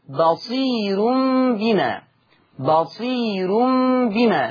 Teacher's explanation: قرأ ورش بترقيق الراء وصلا، بترقيق الراء وصلا في لفظ بصير بما، بصير بما، لأنها راء مضمومة وقبلها ياء مادية.